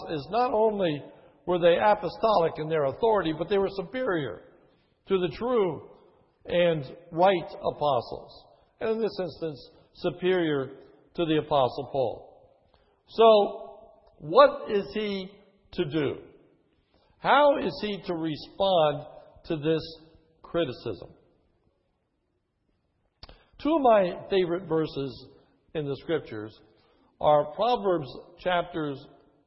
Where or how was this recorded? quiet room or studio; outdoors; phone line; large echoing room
large echoing room